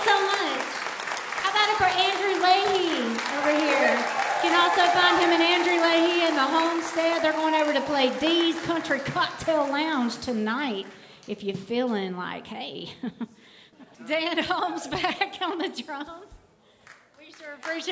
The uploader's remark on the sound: This episode was recorded on September 23rd, 2023 at the Franklin Theatre in Franklin, TN.